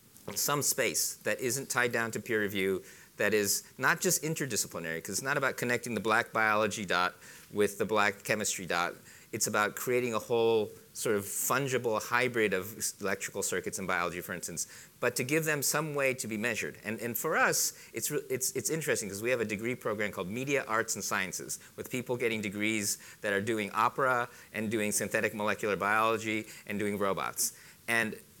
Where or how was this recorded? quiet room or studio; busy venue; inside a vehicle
busy venue